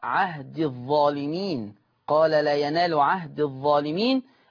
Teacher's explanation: إذا الياء ثابتة في الوقف ومحذوفة في الوصل